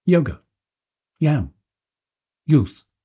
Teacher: If you want the fancier term, it's a voiced palatal approximant. · Term: yod